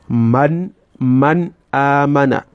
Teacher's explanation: You articulate it from its point of articulation, and you pronounce it without any gunna, yani without any humming or nunation. You pronounce it directly, man, man, amana, clean.